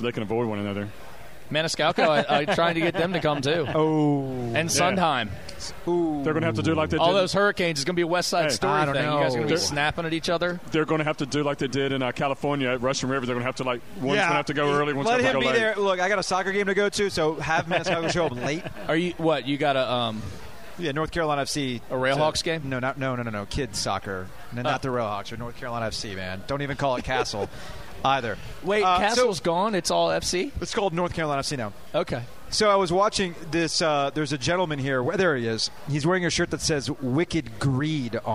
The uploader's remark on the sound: Live from White Street Brewing Company. Does a live show.